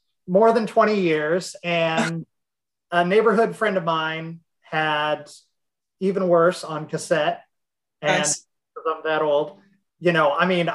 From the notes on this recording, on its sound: Recorded via Zoom